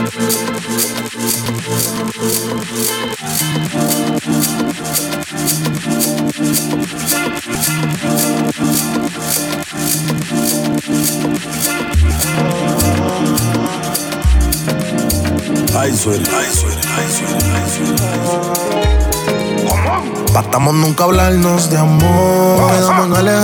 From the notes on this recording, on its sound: SET LIVE RECORDED AT EL SOCIAL KITCHEN GASTRO BAR